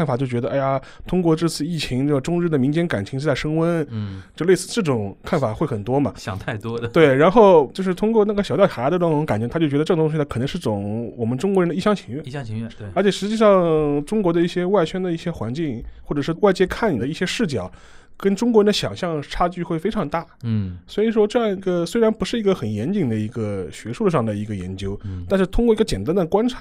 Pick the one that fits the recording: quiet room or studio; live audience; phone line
quiet room or studio